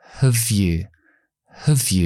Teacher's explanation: Y en lugar de decir have you got a pen, voy a decir have you, have you, lo voy a dejar en schwa.